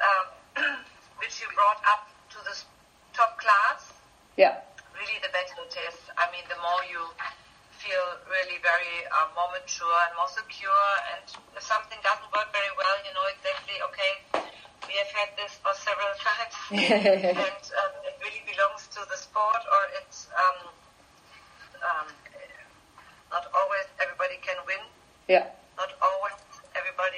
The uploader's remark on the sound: I wasn’t 100% sure to put this one up as a podcast or not because the quality isn’t great. It was done on Skype, which is not my favourite form of interviewing.